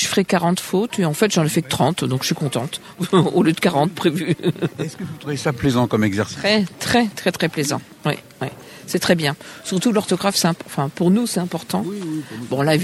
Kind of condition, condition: setting, busy venue